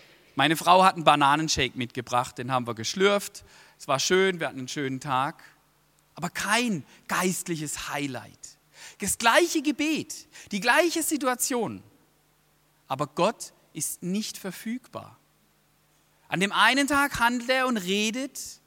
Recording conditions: large echoing room